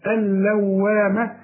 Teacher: اللام والواو عليهم شدة لكن ما نغنش الحروف اللي زي دي أبدا، الحرف اللي بيغن النون والميم اللي عليهم الشدة.